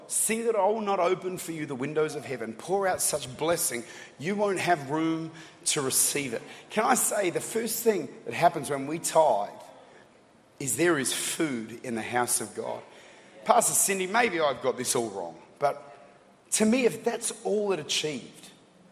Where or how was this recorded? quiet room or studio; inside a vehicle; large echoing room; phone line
large echoing room